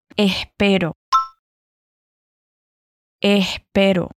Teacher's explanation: Y también haz el primer sonido de la S aspirada, el sonido de la S que es solamente el aire pasando por tu garganta